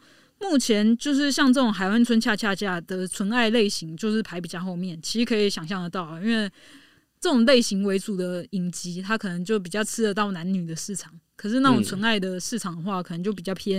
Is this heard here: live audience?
no